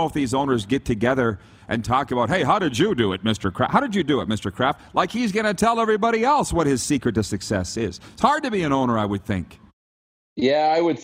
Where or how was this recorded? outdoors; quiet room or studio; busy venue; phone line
busy venue